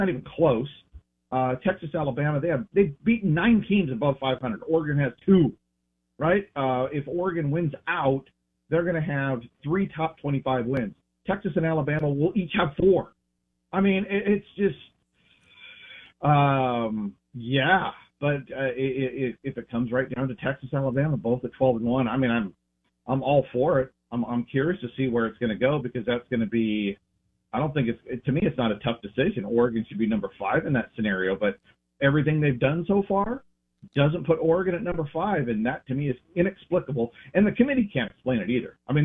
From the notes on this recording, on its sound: Joins the show on the Farm Bureau guest line talking about the landscape of the game live in the BankPlus Studio.